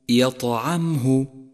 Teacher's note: يطعمه لون حرف الطاء بالأزرق الفاتح، اللون الذي يرمز للقلقلة في مصحف التجويد، وهي في هذا الموضع قلقلة صغرى لأنها جاءت في وسط الكلمة